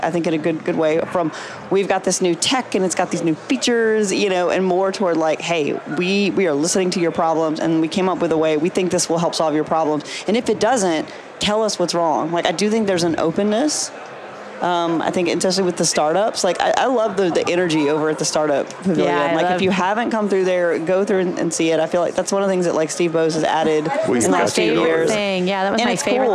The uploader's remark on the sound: LIVE from Las Vegas, at #HRTechConf